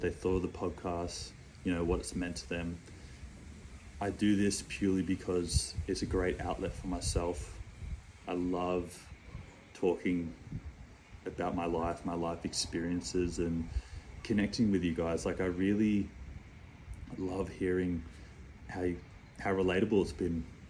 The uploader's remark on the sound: The video podcast that was planned for this week wasn’t able to be uploaded but to keep to my word I shot part 3 on my IPhone without a microphone.